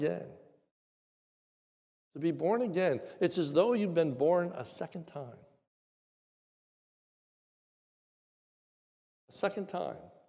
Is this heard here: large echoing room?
yes